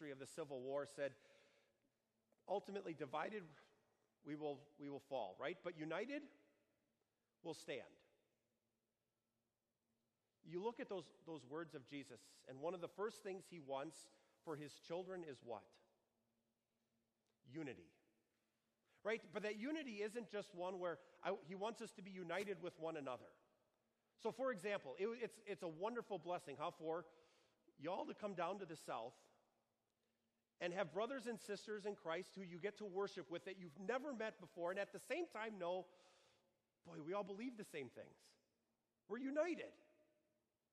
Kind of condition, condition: setting, large echoing room